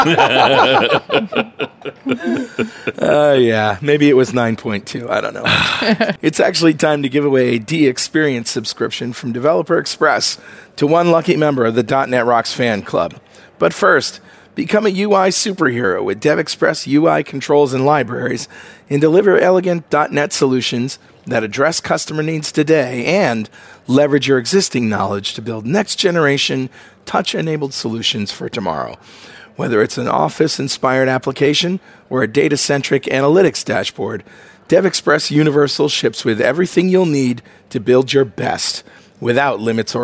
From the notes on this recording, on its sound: while at the NDC conference in Oslo